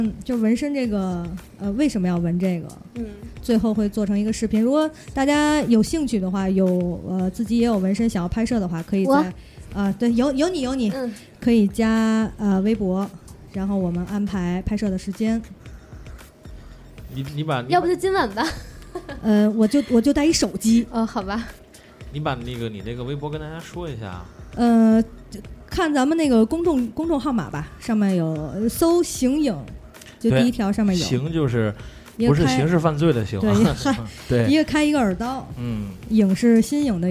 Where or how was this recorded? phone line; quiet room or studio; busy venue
busy venue